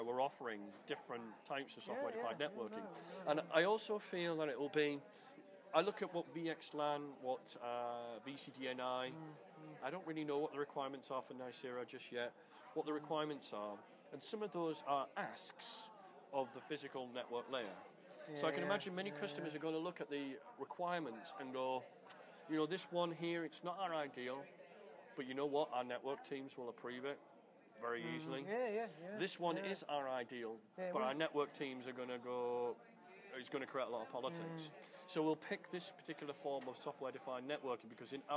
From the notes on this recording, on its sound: recorded at the Melbourne VMUG